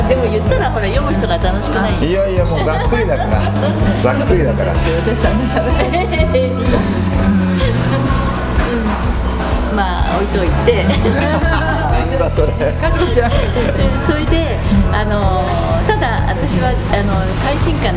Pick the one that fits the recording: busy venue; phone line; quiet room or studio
busy venue